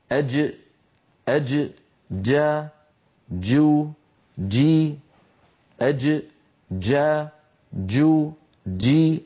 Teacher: كل هذه التقليبات لحرف الجيم تقليبات عامية لا تصح. أما الجيم الفصيحة الصحيحة التي كانت العرب تنطقها زمن النبوة من وسط اللسان، شديدة يعني محبوسة الصوت، مجهورة يعني محبوسة النفس